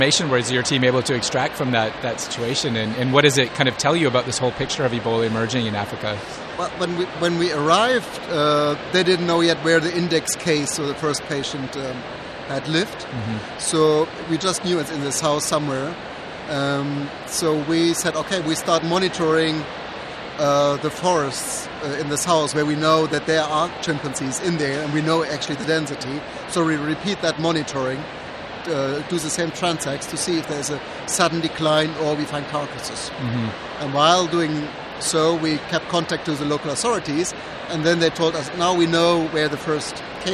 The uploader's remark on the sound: The conference was held at Navy Pier in Chicago, USA. On Location at IPS 2016.